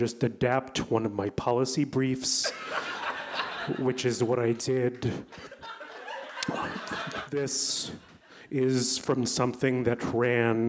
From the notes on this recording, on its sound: Recorded June 17 at the Davis Square Theater in Somerville, MA.